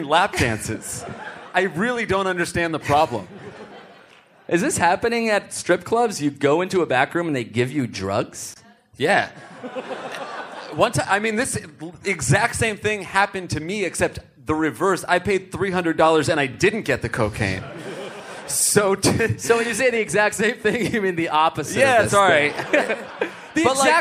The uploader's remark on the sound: Live From Toronto! Live from Just For Laughs comedy fest in Toronto!